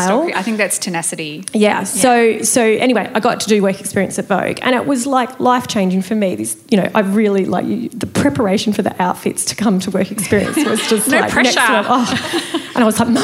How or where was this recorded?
live audience